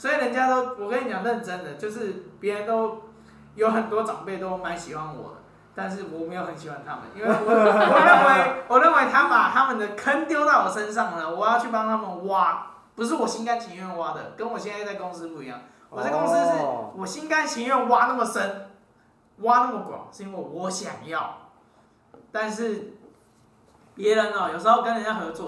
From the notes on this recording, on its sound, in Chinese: 錄音地點｜ 藍色咖啡館 108台北市萬華區大理街131號。